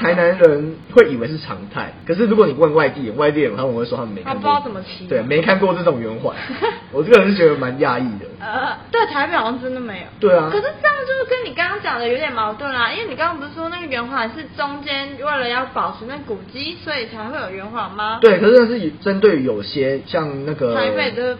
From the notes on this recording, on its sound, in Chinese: 因為錄音地點附近是校園所以會有鐘聲。因為是頻道草創時期，所以有雜音或是音質上的問題還請大家見諒，我們已經入手麥克風設備。